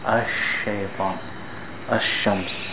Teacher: So the sheen is pronounced from the middle part of the tongue. It starts in the middle part of the tongue, and then the air spreads in the mouth. · Term: tafashi